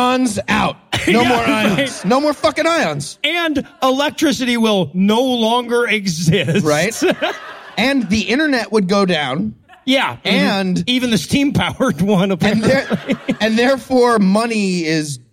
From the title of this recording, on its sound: Live from Virginia Beach